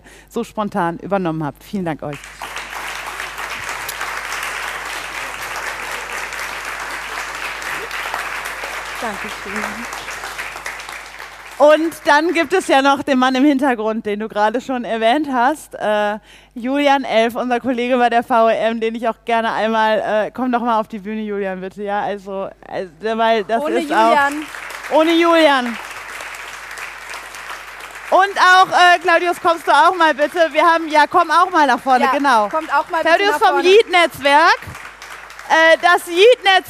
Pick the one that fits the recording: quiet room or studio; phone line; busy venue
busy venue